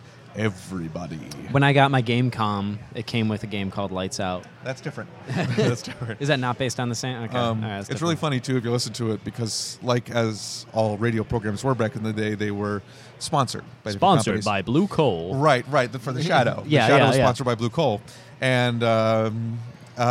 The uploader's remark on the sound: This episode was recorded at Dave and Adams' Card World for their Halloween Comic Day.